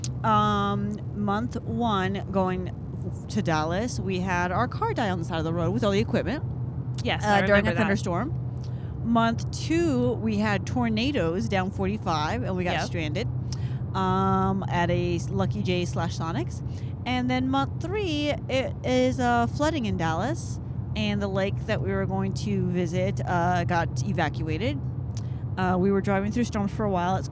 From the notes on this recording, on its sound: This leads to us recording our lives flashing before our eyes as an 18 wheeler almost rams into us on the highway. Were recorded in 2019 when my production was on the road.